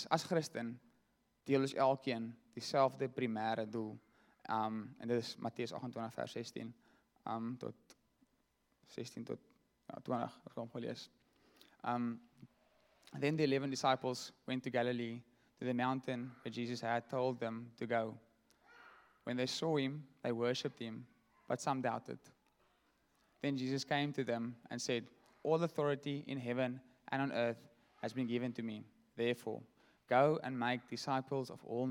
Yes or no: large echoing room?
yes